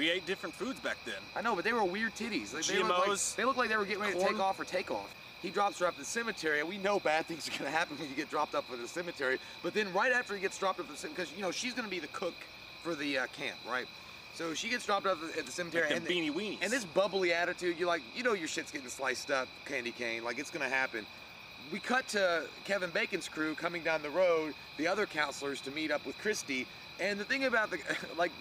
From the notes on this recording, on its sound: An outdoor recording of our in depth FRIDAY THE 13th review.